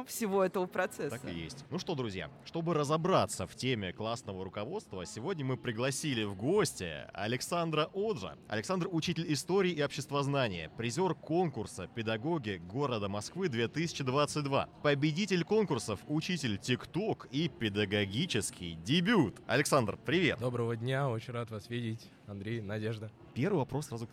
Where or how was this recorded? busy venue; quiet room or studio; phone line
busy venue